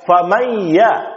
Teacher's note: Dari mim makhraj langsung berpindah kepada makhraj ya.